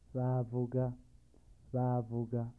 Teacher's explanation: A long, low tone